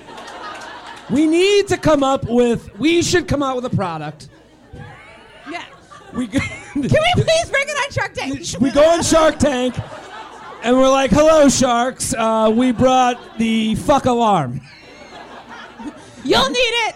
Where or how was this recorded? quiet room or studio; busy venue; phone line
busy venue